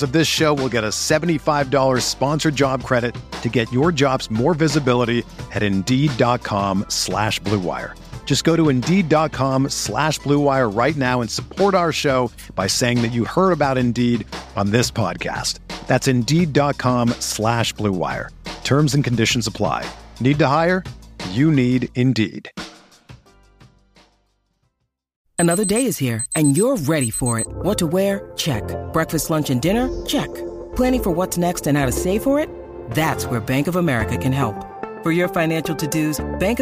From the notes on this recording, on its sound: They also take live phone call reactions from fans around the world